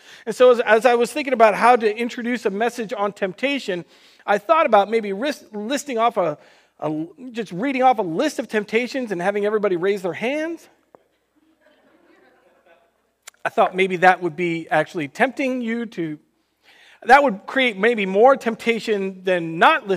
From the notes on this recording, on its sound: Recorded on June 28th, 2020 at Word of Life Church in Le Sueur, MN.